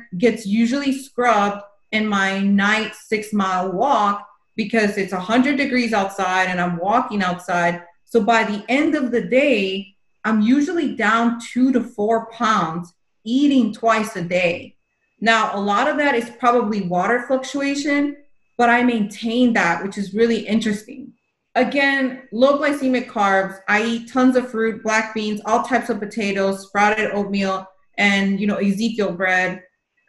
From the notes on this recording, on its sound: This is a replay from a zoom call.